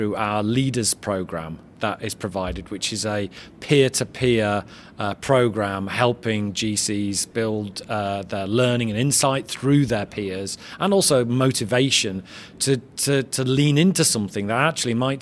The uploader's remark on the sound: Live from the GC Strategy Summit. Comes to you live from The Lawyer ’s recent GC conference in Bedfordshire. Join to tell listeners what they’re hearing behind the scenes at the conference.